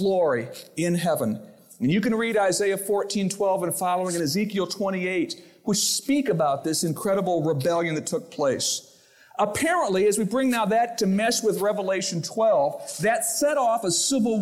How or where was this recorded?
large echoing room